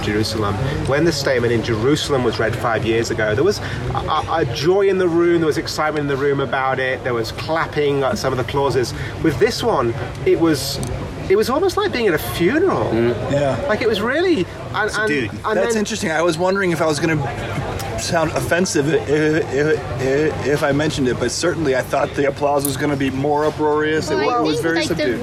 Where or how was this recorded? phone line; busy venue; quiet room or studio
busy venue